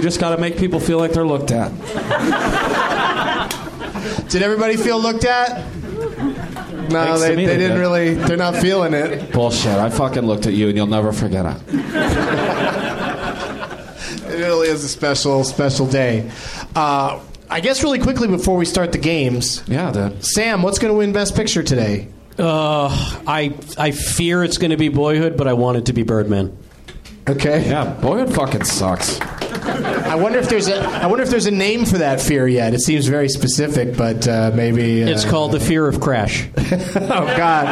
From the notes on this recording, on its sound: Recorded live at the NerdMelt Showroom in Los Angeles, California on February 22, 2015.